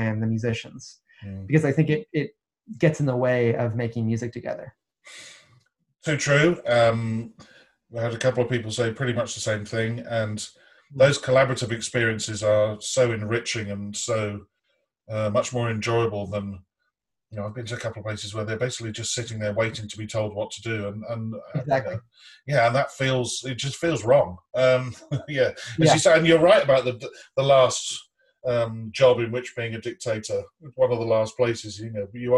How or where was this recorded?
video call